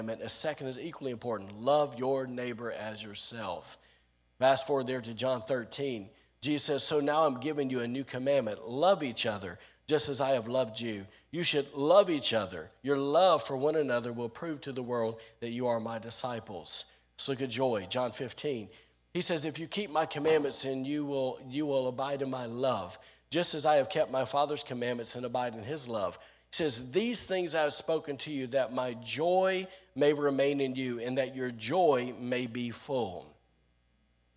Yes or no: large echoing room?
yes